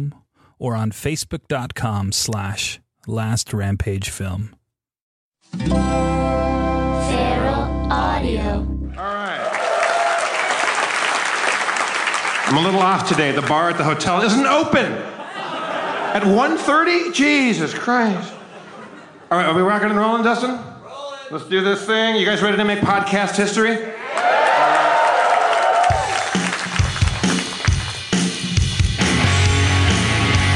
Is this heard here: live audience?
yes